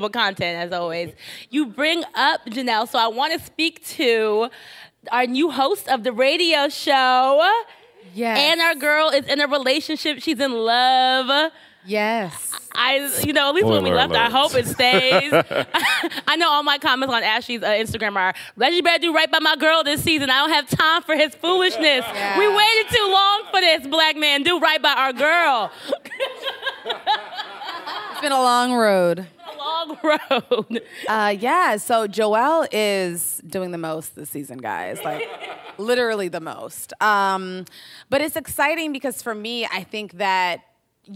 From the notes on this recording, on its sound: The conversation was recorded on July 29, 2019 in front of a live audience at New York's 92nd Street Y.